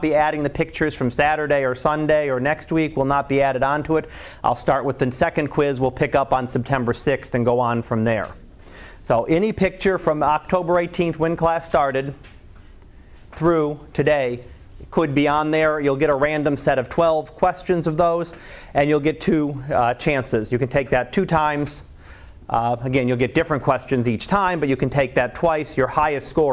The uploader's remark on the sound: Live Class Lecture